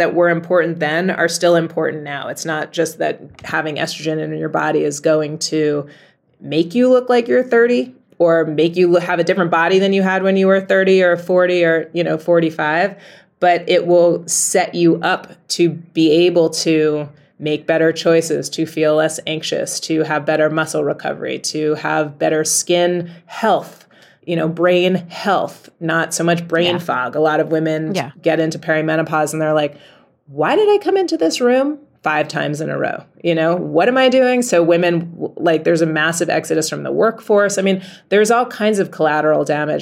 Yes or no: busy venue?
no